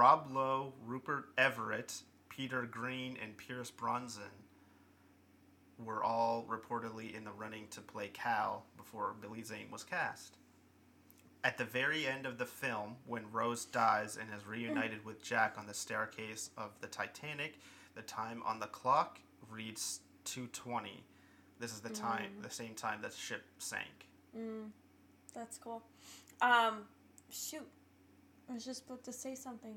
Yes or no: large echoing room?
no